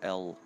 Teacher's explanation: instead of touching the L with the tip of my tongue, I was touching it with the back of my tongue. So I would say L, like L, just way back there, L.